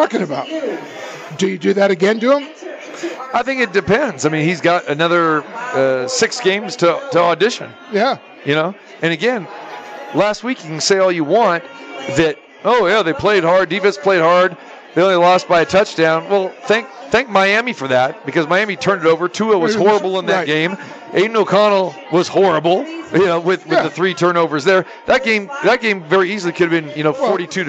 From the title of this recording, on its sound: Live from the Super Book at Westgate Las Vegas